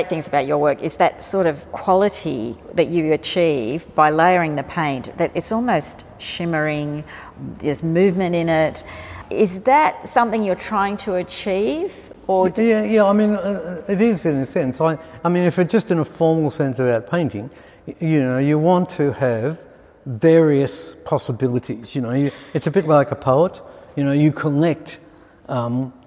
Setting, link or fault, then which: setting, live audience